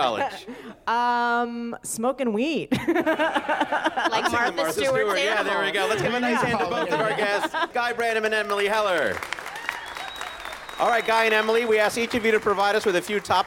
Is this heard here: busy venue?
yes